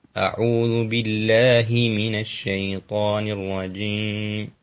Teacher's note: الهاء يكسر كسر خالص ولا يختلس